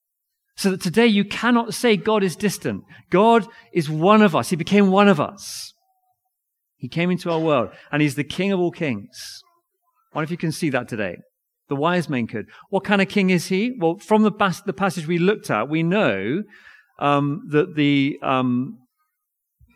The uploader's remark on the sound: Recorded audio of reading & sermon at Nativity service Binscombe Church 17th December 2023